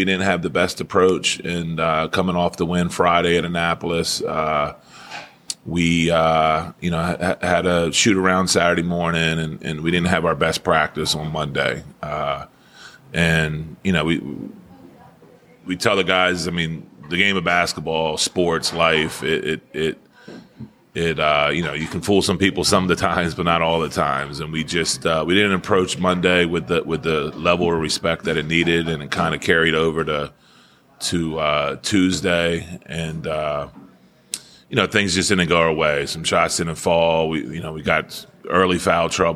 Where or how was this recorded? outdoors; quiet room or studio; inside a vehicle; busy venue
busy venue